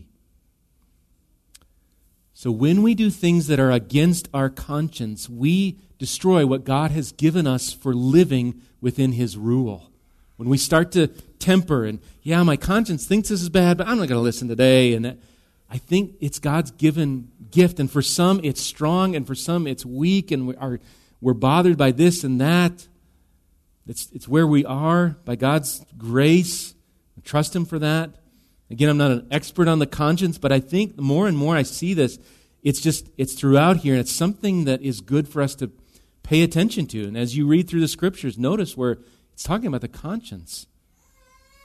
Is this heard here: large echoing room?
yes